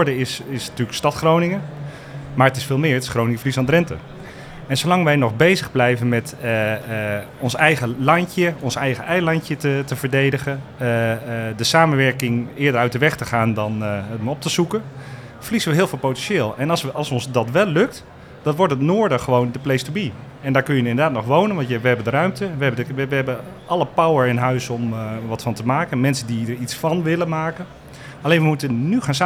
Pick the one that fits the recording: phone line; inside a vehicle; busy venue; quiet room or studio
busy venue